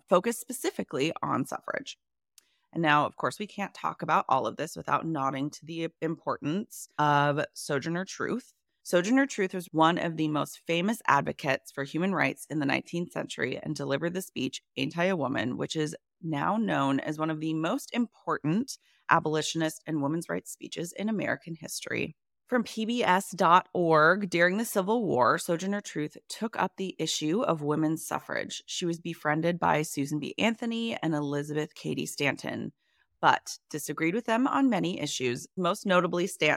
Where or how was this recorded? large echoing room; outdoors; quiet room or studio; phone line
quiet room or studio